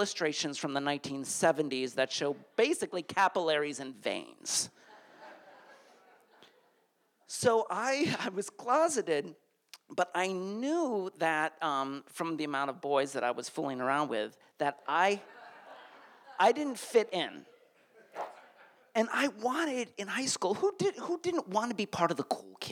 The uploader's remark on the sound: These stories were recorded in front of a live audience on April 6th, 2019 at Provincetown Theater in Cape Cod, Massachusetts.